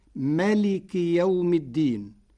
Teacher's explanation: قرأ ورش كلمة مالك بحذف الألف بعد الميم فتصير ملك يوم الدين على وزن فقه، صفة مشبهة أي قاضي يوم الدين.